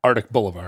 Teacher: No one pronounces the C in it.